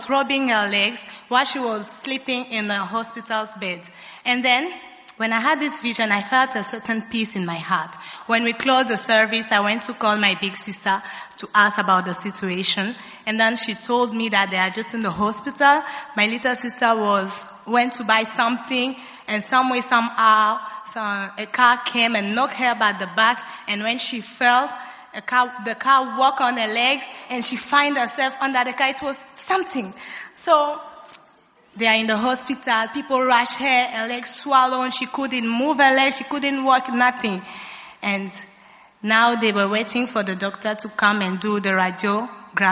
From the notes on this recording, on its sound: Preached at the First Love Center.